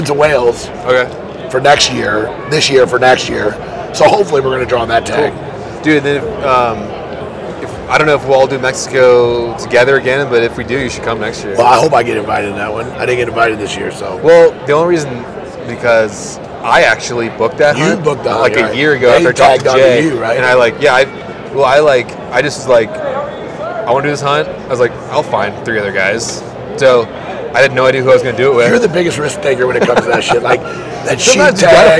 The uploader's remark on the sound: LIVE FROM HUNT EXPO VOL. 3. This is 3/4 of these live, in person podcasts from the Hunt Expo in Salt Lake City.